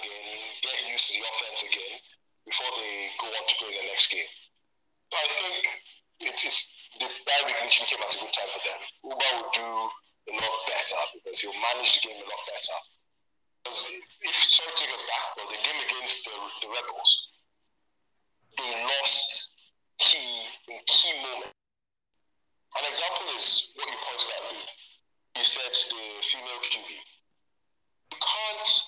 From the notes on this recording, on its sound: Apologies on the audio glitches.